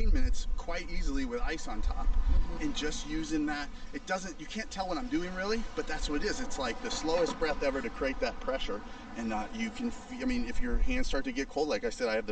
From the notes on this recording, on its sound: I had a fun walk and talk. In San Diego recently. You will have to ignore, or enjoy, the buzz of the occasional airplane as we chat!